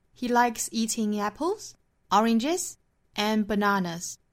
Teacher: 前面的 apple 和 orange 用升调，最后的 banana 是降调，也就是列举的最后一个词是降调。英语句子哈，一般涉及到列举事物的时候就是会升升升，最后降，前面是三个就是三个升，前面是两个就是两个升哈，只要记得列举的最后一个词用降调读出来。那再回过头来看这句话的重读和弱读， Anything in life worth having, worth having 这里面的 ha 这个音节是重读的，然后后面的 would take 相较来说比较轻比较弱，后面的